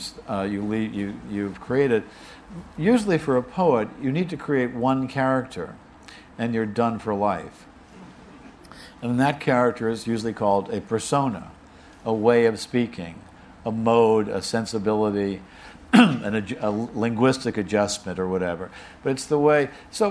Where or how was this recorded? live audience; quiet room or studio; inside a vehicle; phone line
live audience